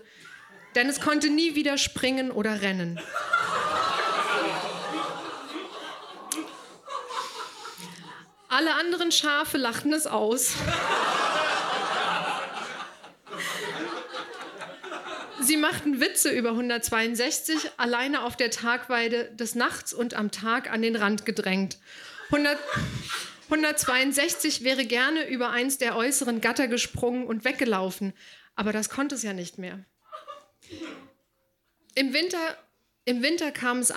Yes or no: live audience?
yes